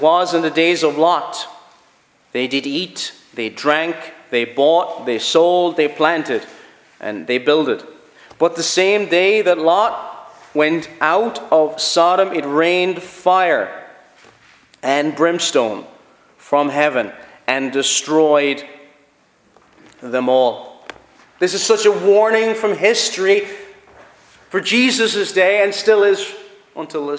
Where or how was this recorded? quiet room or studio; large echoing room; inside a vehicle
large echoing room